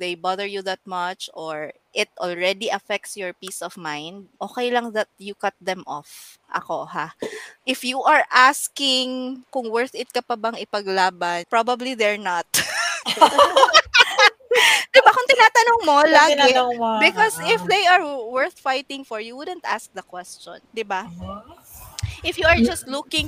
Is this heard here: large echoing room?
no